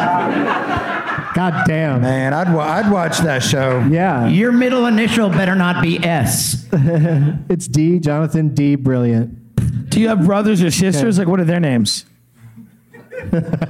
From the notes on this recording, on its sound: Live from Goodnights Comedy Club in Raleigh